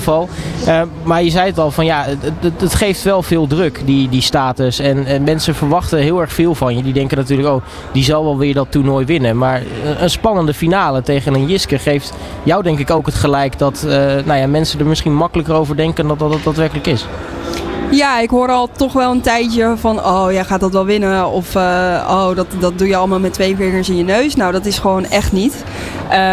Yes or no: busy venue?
yes